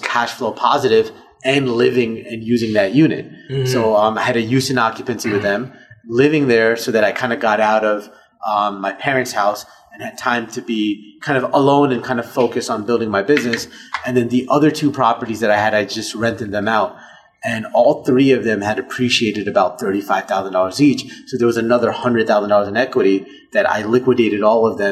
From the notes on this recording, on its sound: live at the Hive in Trenton, New Jersey